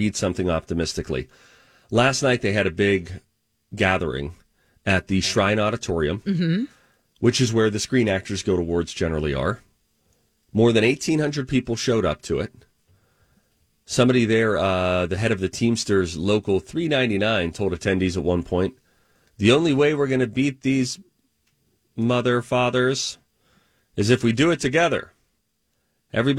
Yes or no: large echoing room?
no